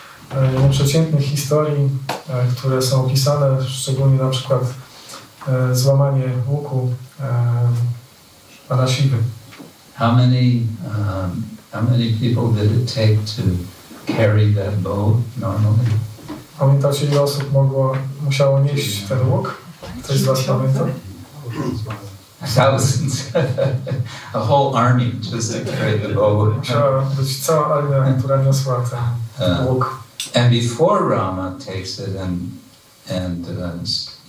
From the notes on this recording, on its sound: Ramanavami - lecture from ISKCON Warsaw temple. Wykład ze świątyni warszawskiej.